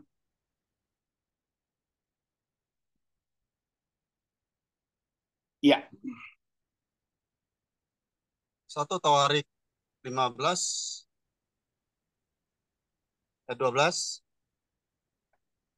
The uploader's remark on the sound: Audio Zoominar.